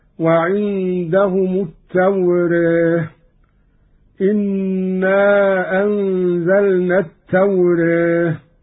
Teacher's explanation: لفظ التوراة عموما حيثما ورد في القرآن الكريم قرأ قالون بالفتح والتقليل